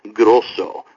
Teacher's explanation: pronounced Grosso with a slightly rolled R